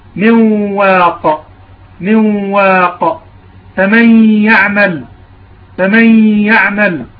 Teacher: طبعا هنا يجب إظهار الغنة حركتين كما هو معروف، يجب إظهار الغنة بمقدار حركتين. · Term: الإدغام الناقص بغنة